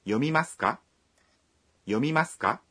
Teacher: Untuk membuatnya menjadi pertanyaan, kita tambahkan partikel ka pada akhir kalimat dan mengatakannya dengan intonasi menanjak.